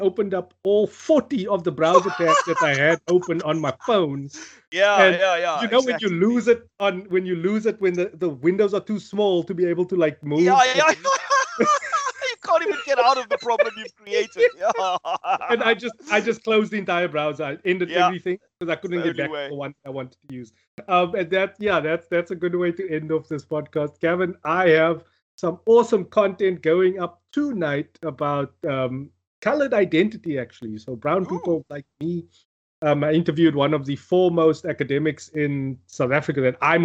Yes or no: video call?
yes